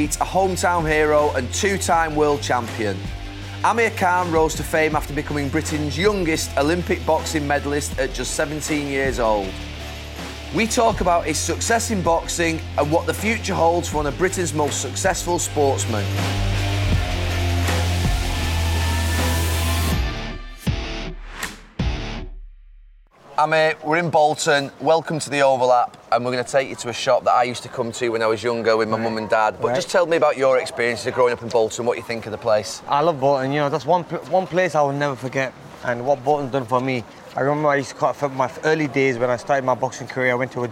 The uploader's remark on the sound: we walk around Bolton and visit his gym